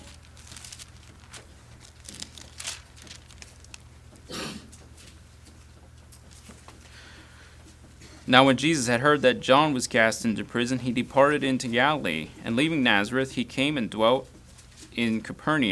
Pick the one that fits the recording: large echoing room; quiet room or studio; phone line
large echoing room